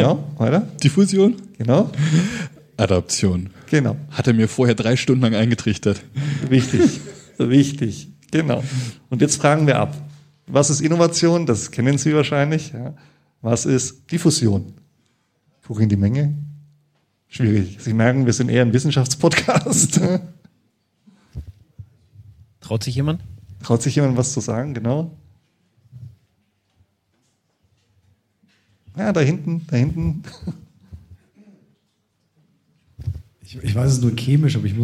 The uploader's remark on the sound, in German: Unser Live-Publikum im Afterwork begeisert. Das war die Podcast-Brause live.